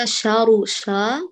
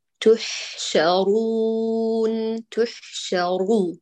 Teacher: شارو عند الراء نفخم لكن الشين تخلص · Shown in: second take